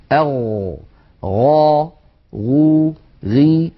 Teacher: أولا الغين مجهورة، والغين رخوة، والغين مستعلية، وكما أنها منفتحة. أما الصفات التي لا ضد لها فلا تتصف الغين بشيء من ذلك. · Term: حرف الغين